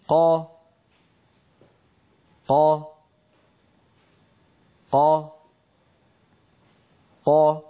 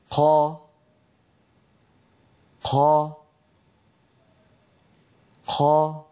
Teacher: مهموسة غير فصيحة انظروا إلى الصورة التي على اليمين كيف أن الصوت ينحبس خلف مخرج القاف وهو أقصى اللسان مع الحنك اللحمي ثم ينطلق الصوت · Shown in: first take · Term: قاف مجهورة فصيحة